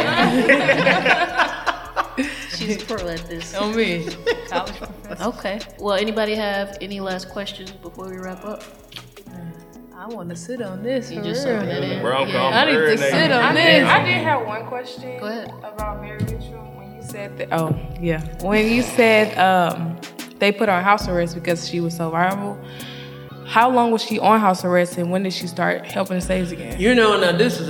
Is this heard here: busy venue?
yes